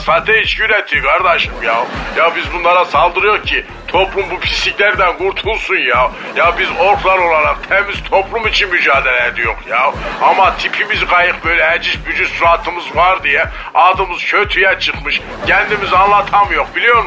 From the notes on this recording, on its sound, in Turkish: Ork’lardan biri ile telefon görüşmesi.